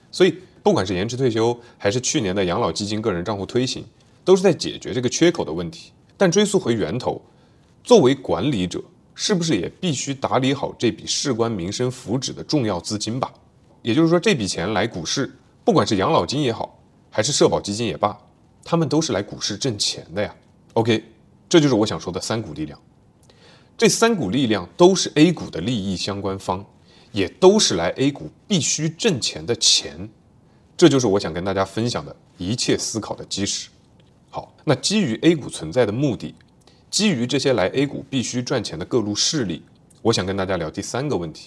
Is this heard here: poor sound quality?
no